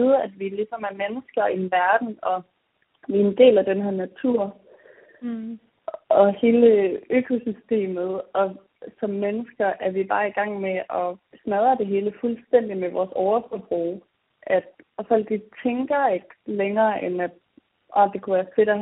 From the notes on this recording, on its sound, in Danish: Det er juletid, og vi er hver især taget hjem på juleferie ved vores forældre. Dagens afsnit optaget over et telefonopkald, og lydkvaliteten er derfor ikke noget vi vil prale med.